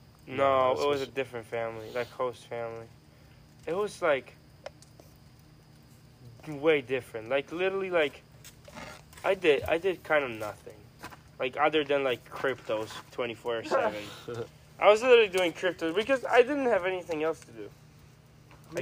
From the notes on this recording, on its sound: We talk by a fire. A medley of recordings from the end of July-august.